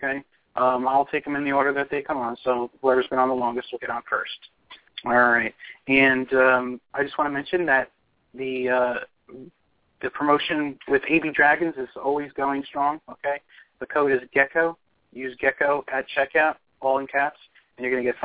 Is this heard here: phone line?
yes